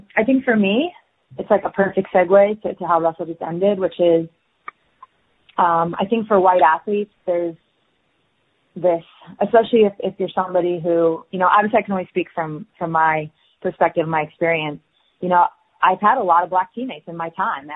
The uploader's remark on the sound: ESPY Media Conference Call